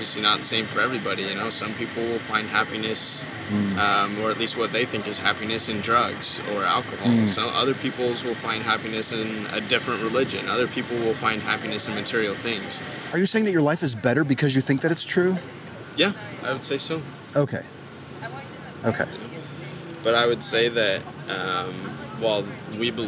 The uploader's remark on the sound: Location: San Antonio, Texas. Recorded w/Go-Pro.